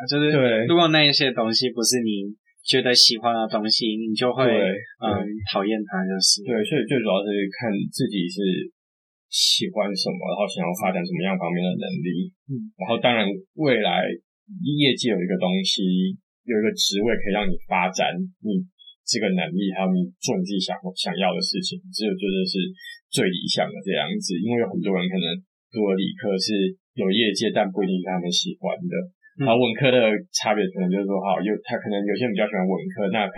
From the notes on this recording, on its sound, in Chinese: 這次去噪後音質超差，早知道當初就別買電容式的麥克風了